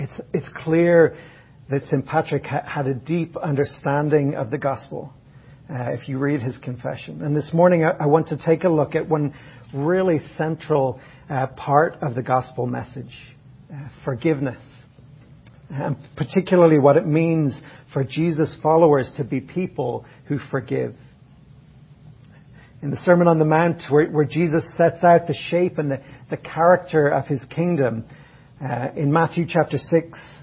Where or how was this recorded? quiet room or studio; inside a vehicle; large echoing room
large echoing room